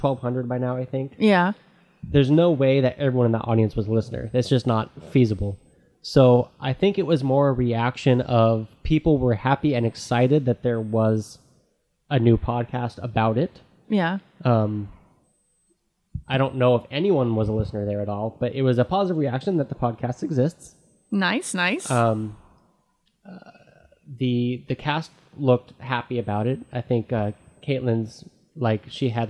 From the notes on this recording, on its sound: WonderCon Exclusive! Please forgive audio artifacts. I did not notice my gain was low at first, and it takes 15 or so minutes to get adjusted.